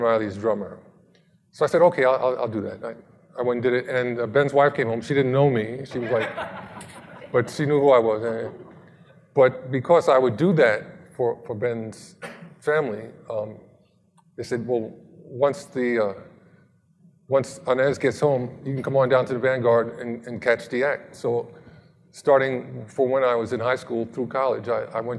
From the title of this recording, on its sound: Live at Mason